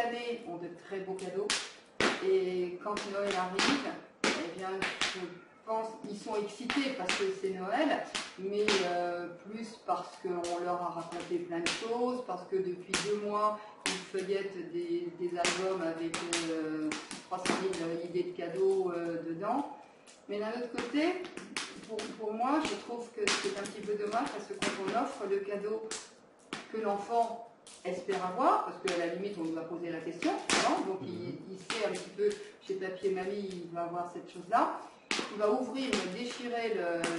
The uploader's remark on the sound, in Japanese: 暖炉の傍での収録で、薪のはじける音もリアルです。